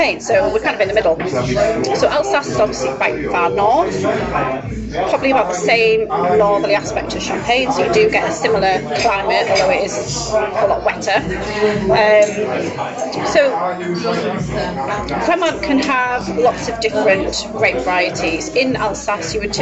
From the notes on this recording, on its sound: Kindly hosted by Sortie Charcuterie and Bar, Darlington.